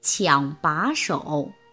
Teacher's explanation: 它要变成阳平，调值由二幺四变成三五 · 第一个字“抢”，它的调值要由二幺四变为二幺